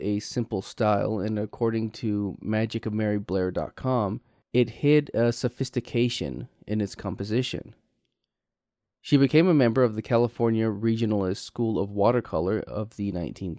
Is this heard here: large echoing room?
no